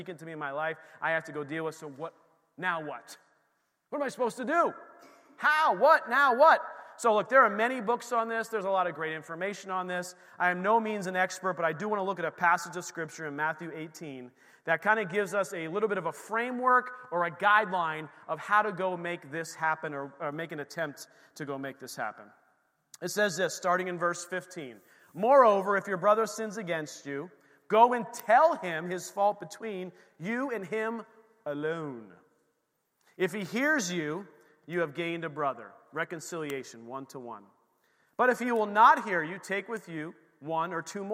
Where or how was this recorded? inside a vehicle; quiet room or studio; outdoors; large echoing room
large echoing room